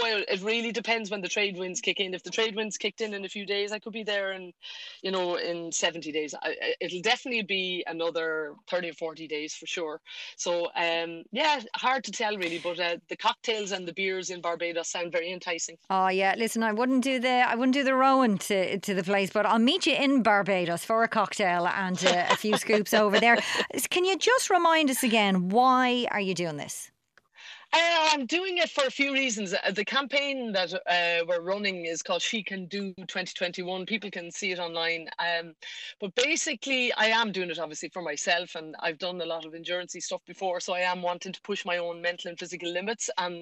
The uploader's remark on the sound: live from her boat